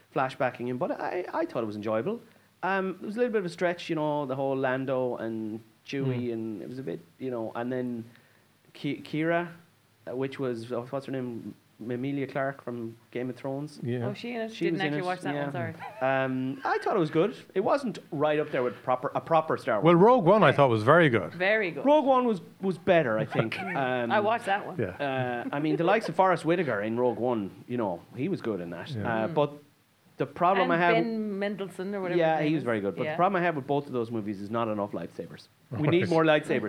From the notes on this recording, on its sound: Ahead of the midnight premiere of Star Wars: The Rise of Skywalker. Recorded at Eye Cinema Galway.